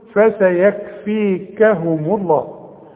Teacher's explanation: ومدام الميم مضمومة يبقى لفظ الجلالة ايه؟ مفخم